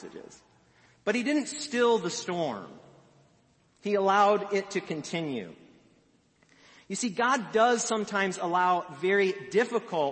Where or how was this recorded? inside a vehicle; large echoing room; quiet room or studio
large echoing room